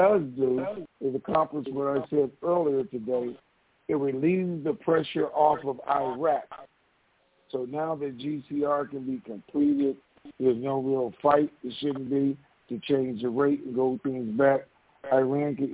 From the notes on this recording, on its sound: TNTSuperfantastic Conference Call.